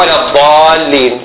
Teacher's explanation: لأن عندي ألف يحتاج إلى مدة، وعندي ياء مع اللام أيضا يحتاج إلى مد، ولكن مد على حسب اللغة بالمقدار المتعارف مو أكثر من هذا.